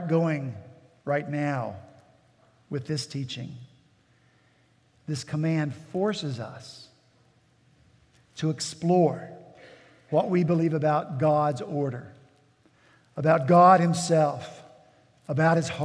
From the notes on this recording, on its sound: At Redeemer Presbyterian Church in Charleston, SC